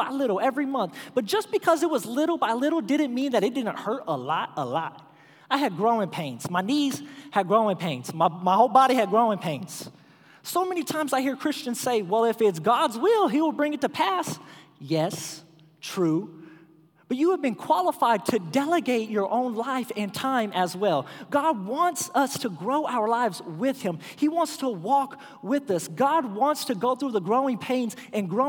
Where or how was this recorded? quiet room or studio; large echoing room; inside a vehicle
large echoing room